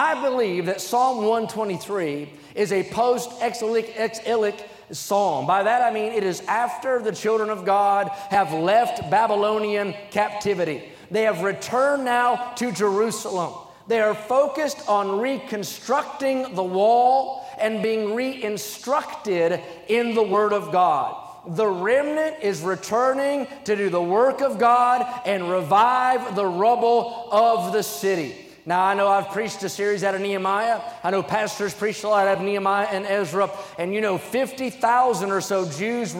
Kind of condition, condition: setting, large echoing room